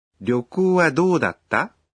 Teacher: Это вопросительное предложение, а значит, его нужно произносить, повышая интонацию.